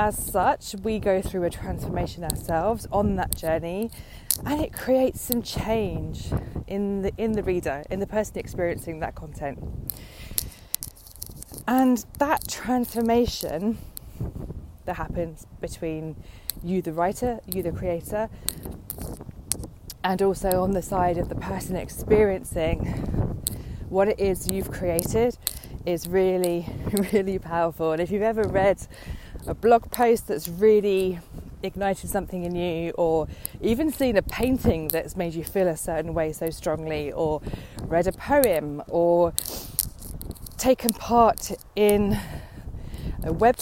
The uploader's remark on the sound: on a windy walk